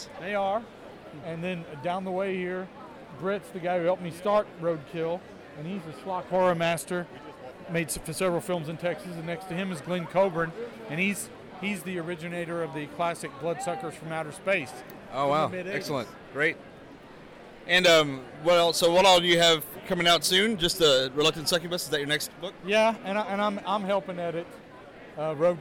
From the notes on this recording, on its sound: After a 2 year hiatus the podcast is back with some recorded interviews from Texas Frightmare Weekend 2022.